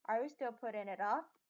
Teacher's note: 因此呢，在讲这个句子的时候，它的尾音是上扬的。